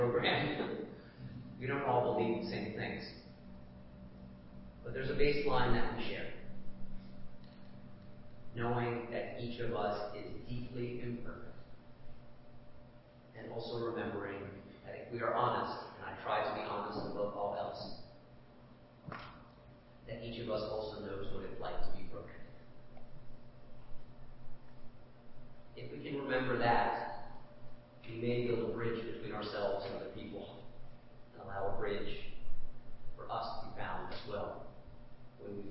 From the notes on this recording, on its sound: Please forgive the audio quality of the recording.